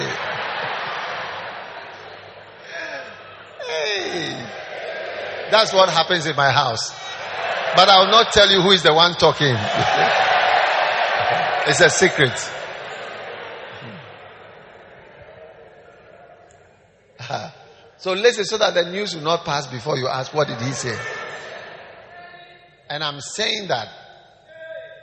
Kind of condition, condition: setting, large echoing room